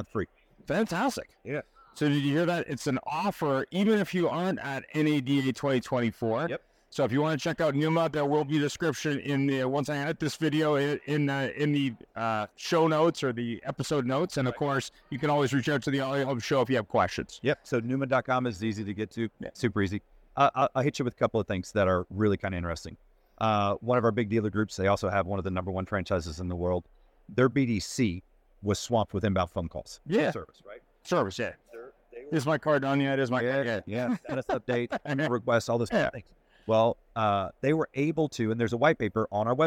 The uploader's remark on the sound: "Live" from NADA 2024